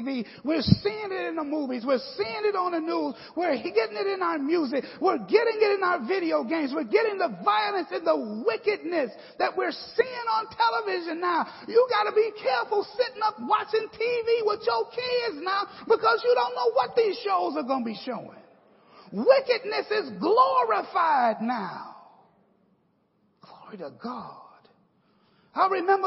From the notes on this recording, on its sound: The 5-Part Bible Class Series taught at Victory Apostolic Matteson IL.